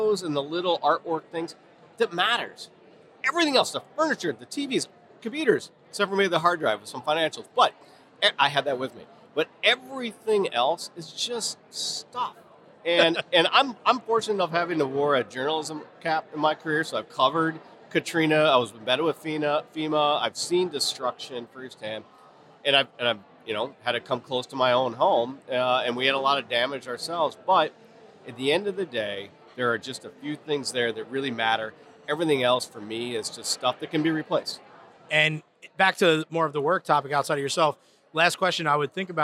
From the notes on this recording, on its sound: recorded live at the Brand Safety Summit NY on November 3, 2022